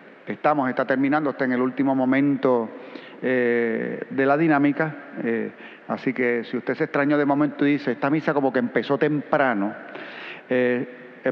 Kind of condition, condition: setting, large echoing room